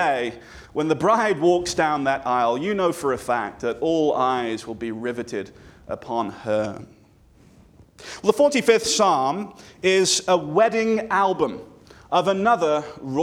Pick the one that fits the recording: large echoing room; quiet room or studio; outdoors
large echoing room